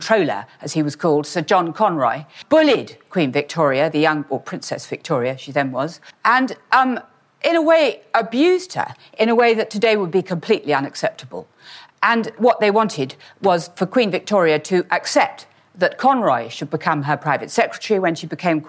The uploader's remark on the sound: in a talk that she delivered at our Victorians Day earlier this year